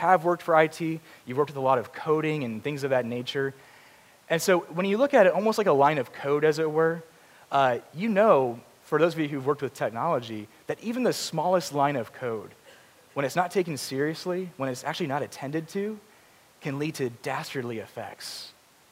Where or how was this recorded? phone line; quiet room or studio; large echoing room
large echoing room